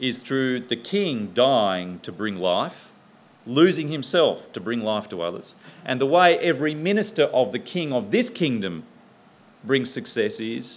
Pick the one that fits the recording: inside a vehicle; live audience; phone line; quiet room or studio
live audience